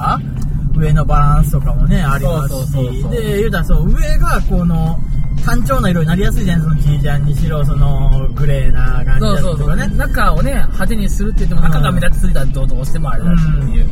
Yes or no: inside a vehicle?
yes